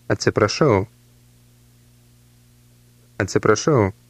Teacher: Note the rolling R sound in the middle of the word.